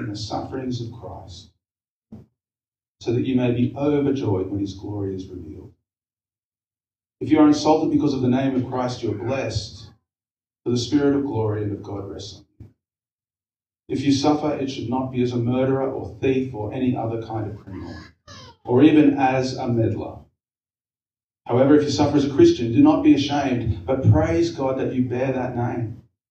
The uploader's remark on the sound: We apologize for the lower audio quality again this week. We have had a slight technical issue which should be sorted for next week.